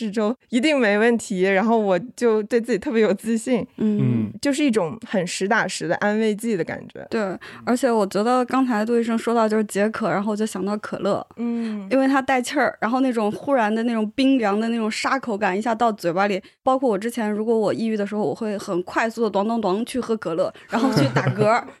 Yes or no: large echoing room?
no